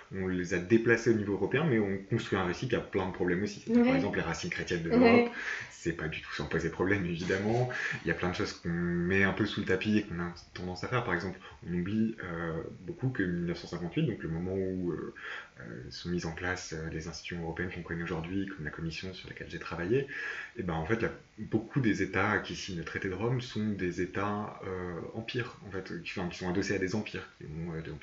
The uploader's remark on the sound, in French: Désolé pour la qualité de l'enregistrement dee à un problème de micro...